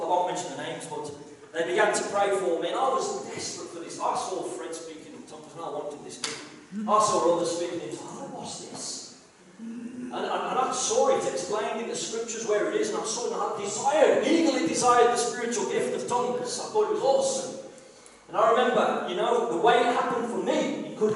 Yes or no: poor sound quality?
yes